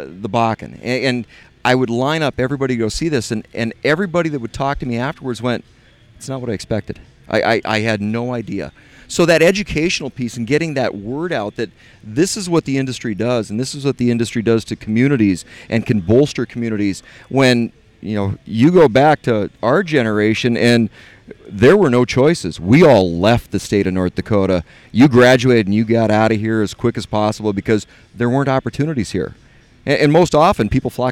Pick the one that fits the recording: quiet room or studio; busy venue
busy venue